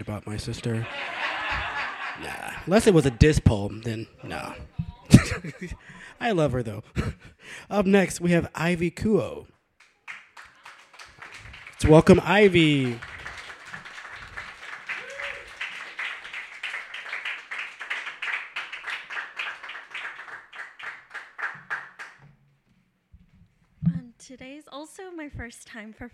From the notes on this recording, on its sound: Brooklyn Poets Yawp open mic